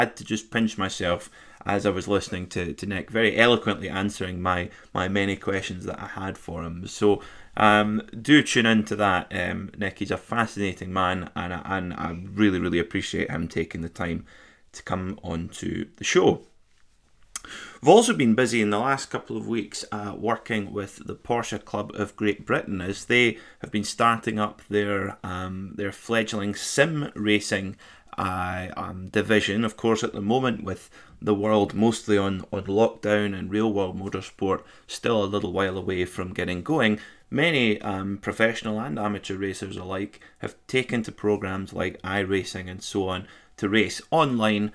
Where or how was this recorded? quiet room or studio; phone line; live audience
quiet room or studio